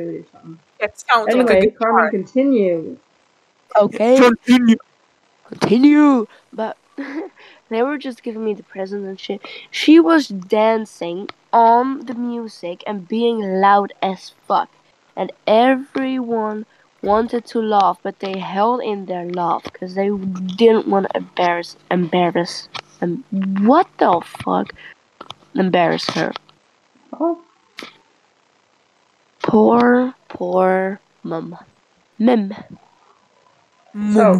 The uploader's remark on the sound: In this episode we "interview". On discord, the place were we find new guests!